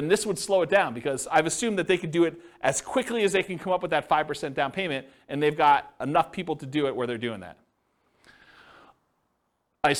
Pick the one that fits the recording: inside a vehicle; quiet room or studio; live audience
live audience